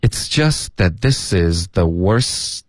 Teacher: this 跟 is 也要连读。It's just that this is, it's just that thisis。后面又有来一个 the 的音，theworst，然后 worst 结尾呢要有一个干脆的停顿